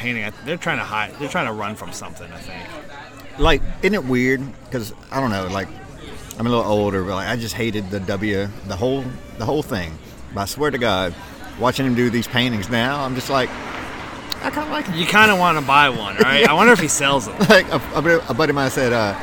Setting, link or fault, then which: setting, busy venue